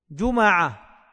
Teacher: واللغة الثالثة ضم الجيم وفتح الميم، جمعة بضم كما قلت الجيم وفتح ماذا؟